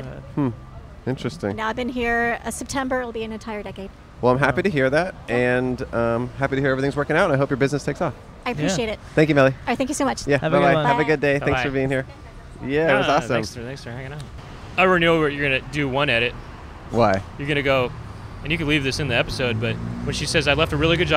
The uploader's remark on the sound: A Bus Stop. Recorded 3/14/22 on Santa Monica Blvd in Los Angeles, CA.